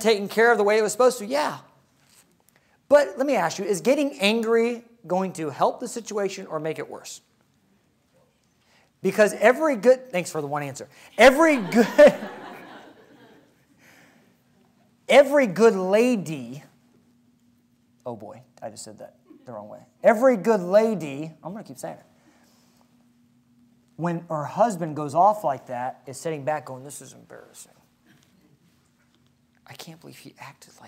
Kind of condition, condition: setting, large echoing room